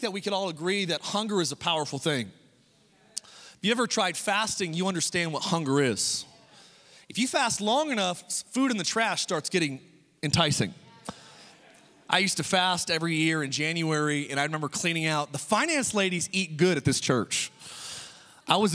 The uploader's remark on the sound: Oceans Church. Recorded from our 11am in person service in Meridian, Idaho.